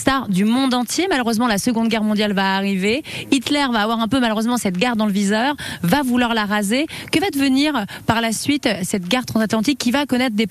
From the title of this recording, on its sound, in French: en direct de la Cité de la Mer